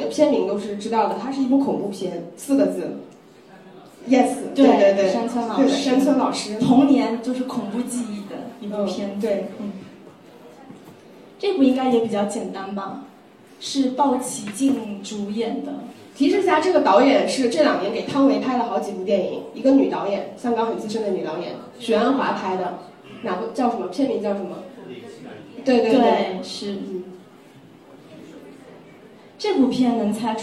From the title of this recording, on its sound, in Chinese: 讲座现场录音